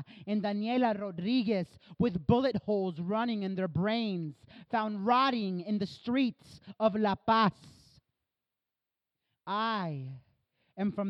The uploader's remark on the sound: Our August 3rd 2019 live show